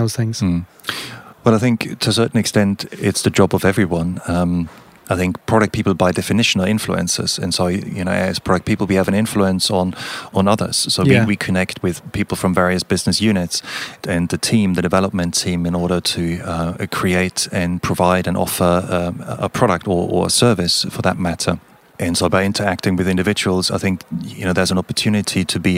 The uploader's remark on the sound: Whilst at the Leading the Product Conference in Stockholm